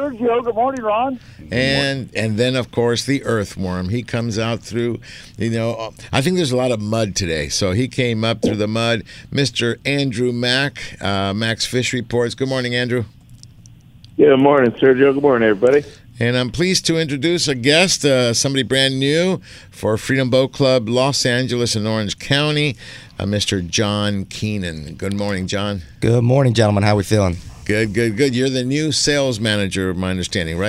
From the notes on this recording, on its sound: "LIVE" from Angel Stadium in Anaheim, CA. On AM 830 KLAA.